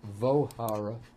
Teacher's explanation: And so what happens here, to combine the V and the avahara, the ava turns into an O and the V gets dropped